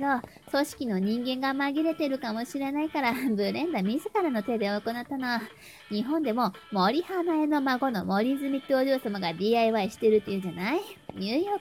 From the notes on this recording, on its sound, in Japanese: 充電しながら収録したら ジャックがかぱかぱ動いてて 雑音が凄いみたい 五年前の私のスマホは 驚くぐらい雑音を拾うわ。